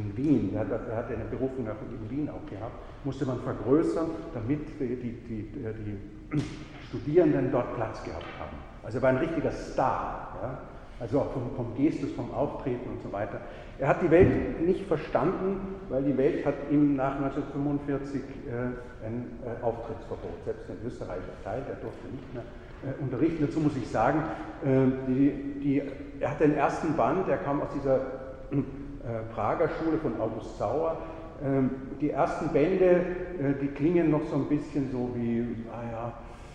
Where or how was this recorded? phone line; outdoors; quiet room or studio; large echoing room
large echoing room